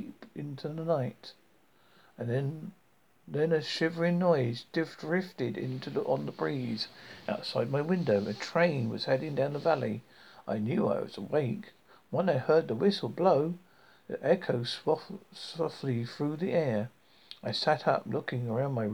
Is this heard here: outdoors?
no